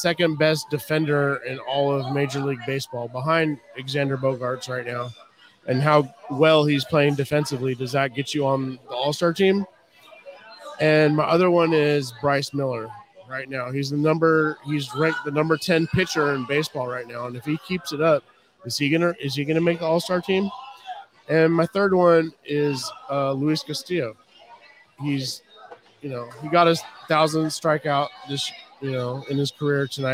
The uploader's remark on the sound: Live from Hooverville Bar!